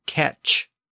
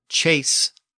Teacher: The Norman word catch ends in a ch sound, whereas the Parisian word chase ends in an s sound.